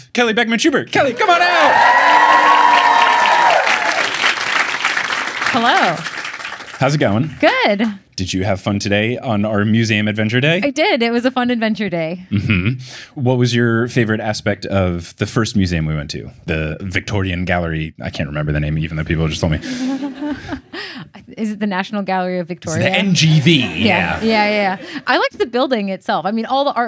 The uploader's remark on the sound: LIVE in Melbourne! With the cleanest live show audio we've ever had.